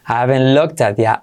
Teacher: Y la T de haven't, esa casi ni se dice